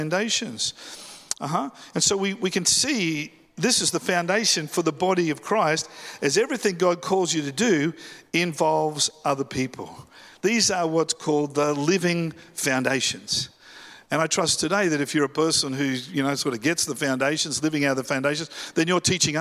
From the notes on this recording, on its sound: live at Freshwater Church on Sunday the 4th of February, 2024